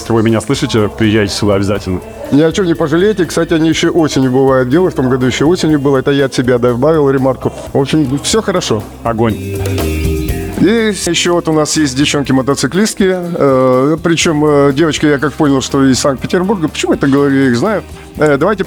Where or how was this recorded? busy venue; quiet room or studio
busy venue